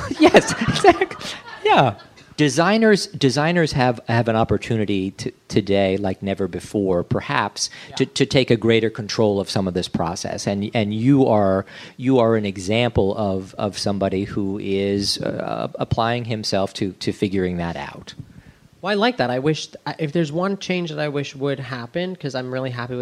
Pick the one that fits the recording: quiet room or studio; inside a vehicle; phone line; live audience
live audience